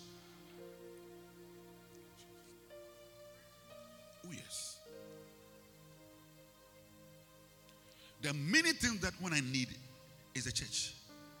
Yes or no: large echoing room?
yes